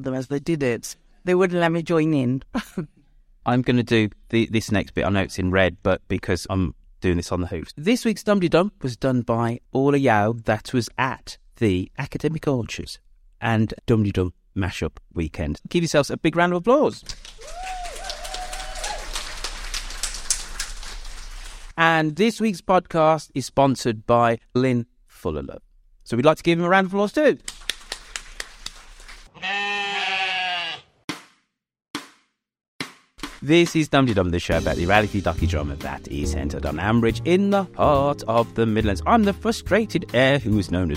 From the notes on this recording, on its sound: Today we are joined on stage